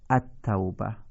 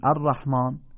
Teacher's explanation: لامش اگر بعدش تشدید باشد خوانده نمی شود. معمولا این لام قبل از حروفی که مشدد هستند ناخواناست.